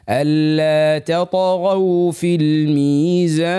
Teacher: التاء مرققة ألا تاء وبعد الطاء مفخمة مقلقلة وبعد الغين مفتوحة مفخمة وبعدها الواو مرققة، ما نخلوش الواو تتأثر بالغين اللي قبلها، ما نقولش ألا تطغوا غو، لا ألا تطغوا غو هكذا ألا تطغوا في الميزان.